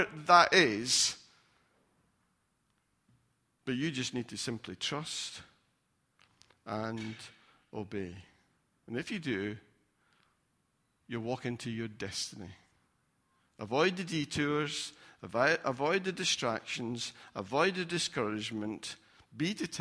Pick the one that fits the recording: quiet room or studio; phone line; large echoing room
large echoing room